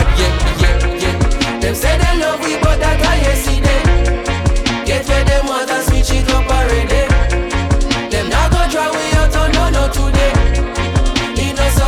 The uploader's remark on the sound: RECORDED SET FROM RESIDENCY AT MISS LILY'S DUBAI